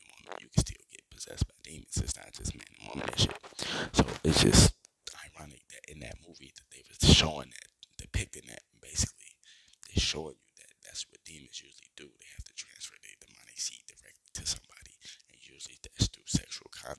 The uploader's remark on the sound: Sorry about the microphone quality